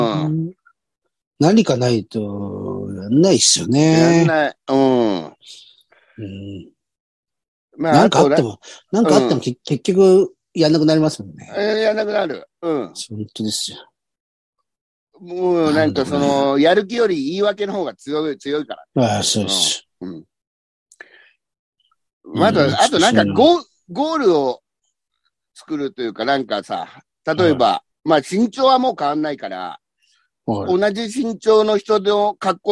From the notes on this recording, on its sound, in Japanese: ZOOMで収録